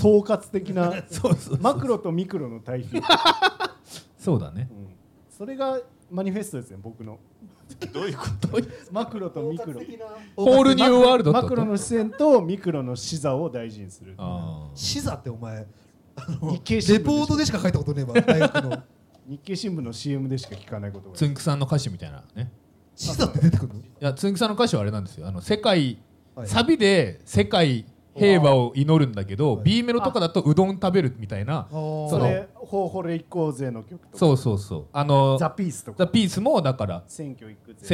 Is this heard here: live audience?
yes